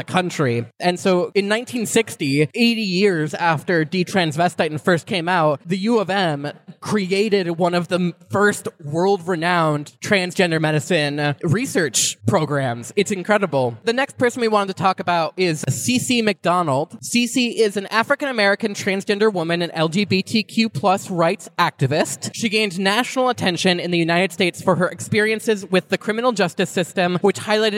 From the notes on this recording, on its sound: We were invited to record live at Trans Day of Visibility in Duluth on March 31, 2023.